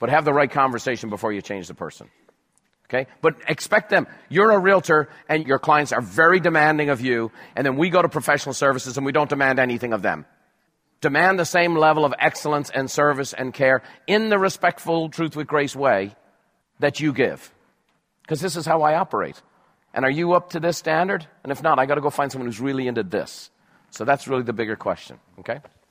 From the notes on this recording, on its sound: Recorded live at Buffini & Company’s “The Peak Experience,”.